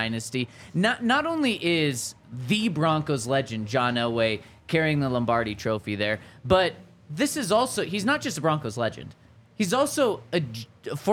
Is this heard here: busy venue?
yes